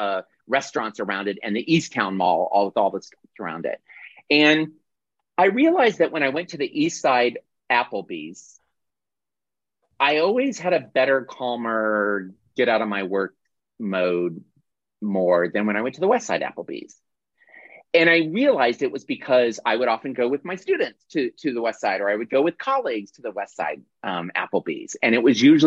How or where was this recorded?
video call